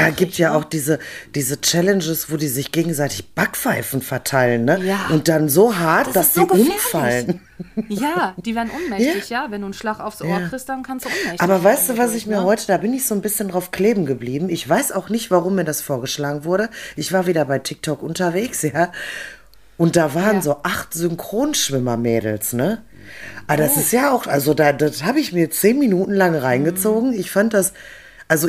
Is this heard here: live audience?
no